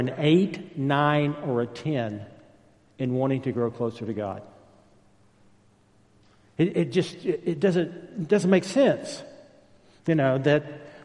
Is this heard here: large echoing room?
yes